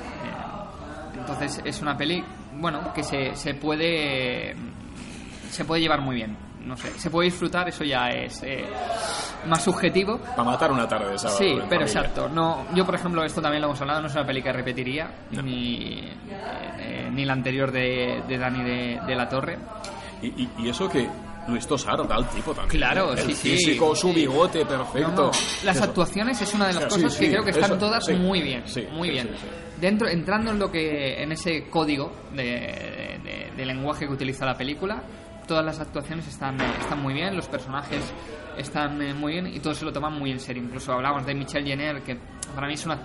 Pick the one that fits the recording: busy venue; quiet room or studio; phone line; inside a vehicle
busy venue